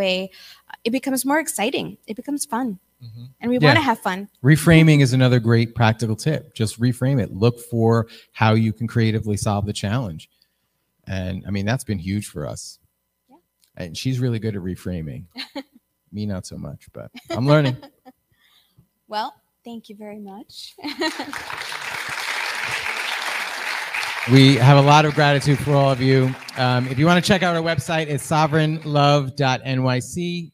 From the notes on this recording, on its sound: Spoke at The Greater Reset 3: Integration Conference in Austin Texas.